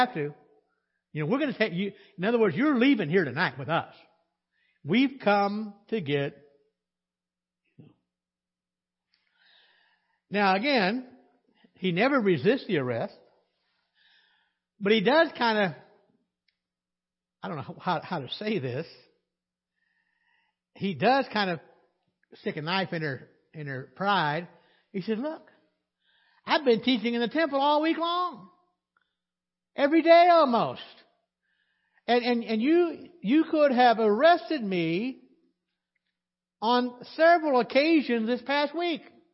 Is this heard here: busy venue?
no